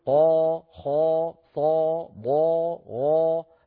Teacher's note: هذا الأصل في الألف، الأصل في الألف أن نقول دا ما سا شا ع، ولما نقول قا خا صا ضا غا هكذا مفخمة، فالصوت الخارجي الآن الألف المعهودة ومعها صوت مفخم هو أشبه ما يكون بصوت حرف الاستعلاء · Term: الألف المفخمة